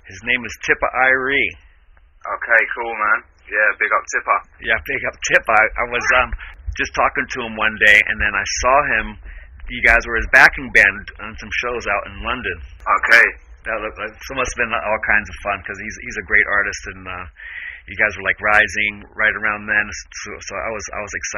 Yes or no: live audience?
no